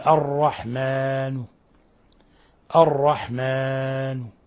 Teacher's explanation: ضمة قصيرة، جزء من الضمة، هذا يسمى الروم، الإتيان ببعض الحركة